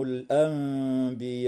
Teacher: النون الساكنة في كلمة الأنبياء وقعت قبل حرف الباء، فحكمها الإقلاب مع الغنة